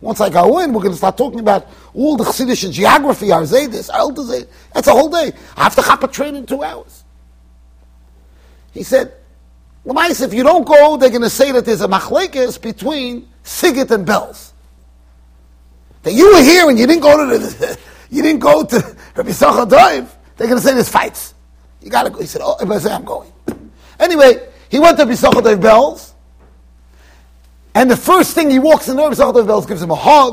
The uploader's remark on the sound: Shiur recorded in Yeshivas Ohr Reuven, Monsey NY.